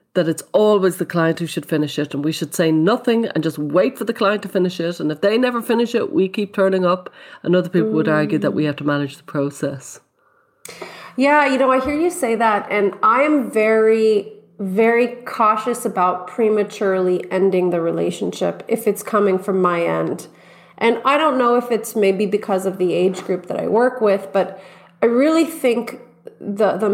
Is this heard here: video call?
no